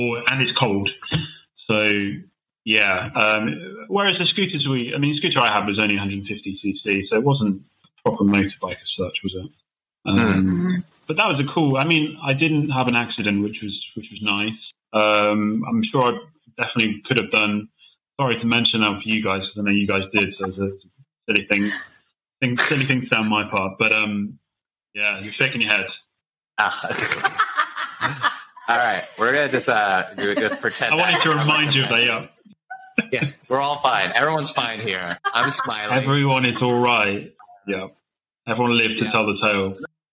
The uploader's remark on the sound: Though we tried our best to make edits to the audio quality. It is a bit unstable in part of today's episode.